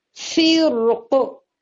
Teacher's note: جب ہم ساکن کریں گے تو صرف ایک طریقہ ہے، را کو مفخم پڑھیے